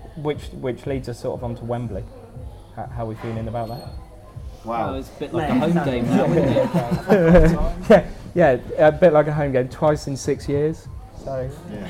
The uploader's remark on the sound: recorded at the Boundary House, Abingdon